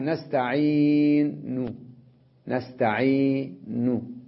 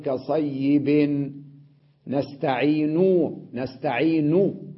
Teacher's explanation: عند الوقف عندما ألفظ الضمة على النون وأقف على النون، أقف عليها بالروم، أي ضمة خفيفة مختلسة قصيرة، ونخفض الصوت فيها · Shown in: first take